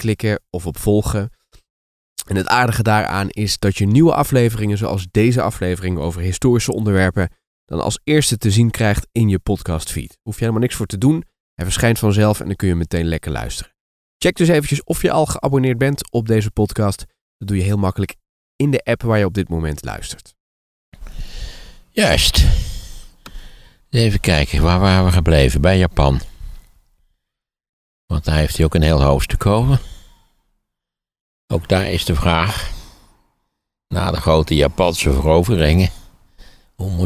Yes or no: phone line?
no